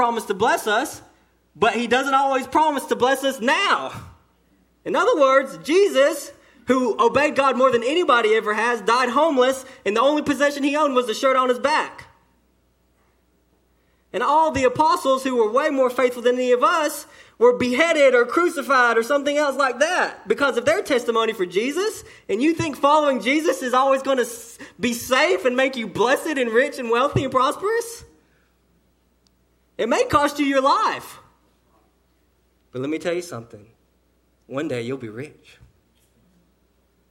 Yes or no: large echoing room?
yes